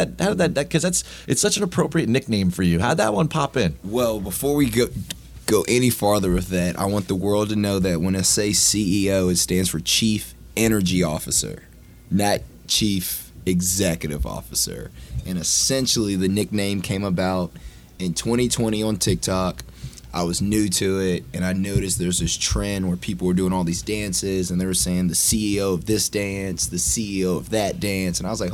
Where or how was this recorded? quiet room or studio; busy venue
busy venue